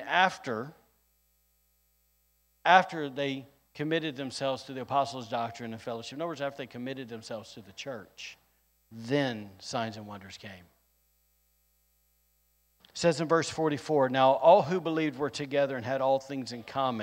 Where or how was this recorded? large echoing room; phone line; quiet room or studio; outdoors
large echoing room